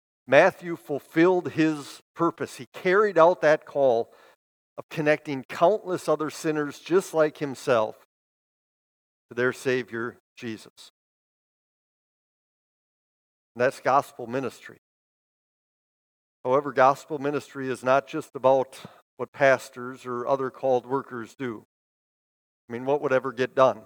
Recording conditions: large echoing room